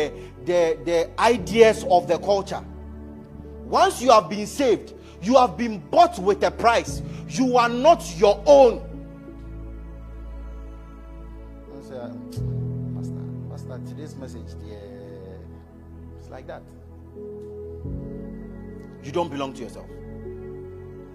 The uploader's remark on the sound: Message preached at ICGC Rehoboth Temple - Toronto